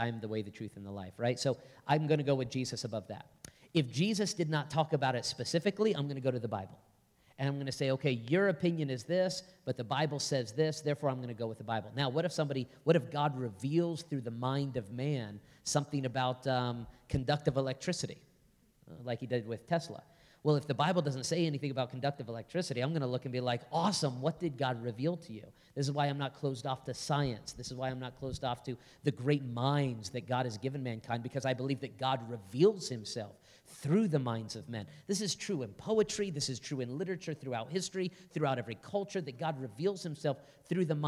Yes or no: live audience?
yes